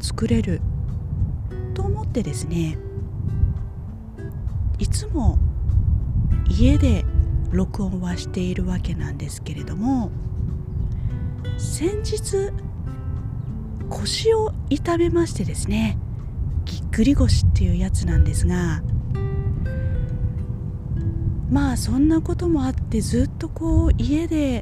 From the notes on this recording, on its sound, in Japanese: 体を慣らすために近所をお散歩しています。どうせただ歩くならと外で録音してみました。